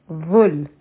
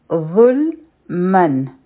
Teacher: دا مخرج چې دی دا د زال په شان دی، لیکن دا به مونږ غټ وایو · Term: غټ حرف